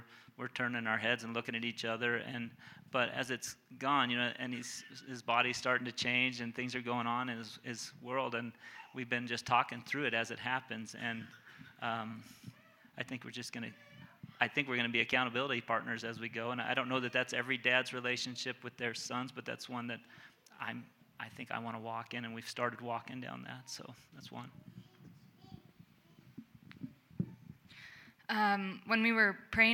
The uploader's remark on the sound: Panel and Q&A - Me and My House Summit